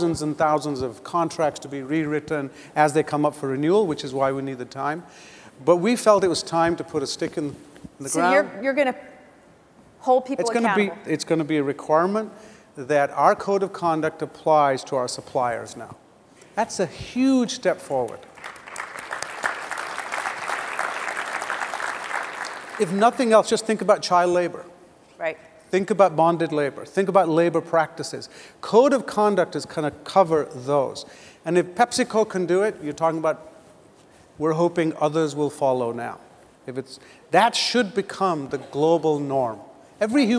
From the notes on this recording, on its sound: Live from GreenBiz 17. Audio clips from the premier annual event for sustainability leaders.